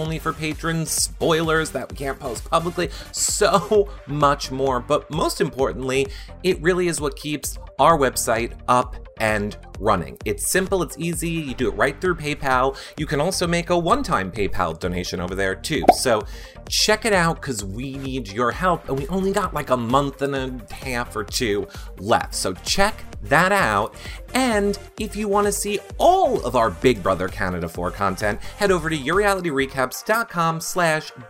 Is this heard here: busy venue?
no